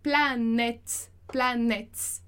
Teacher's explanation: esse T ali, ele é meio que mudo no final, né? Ele é muito sutil.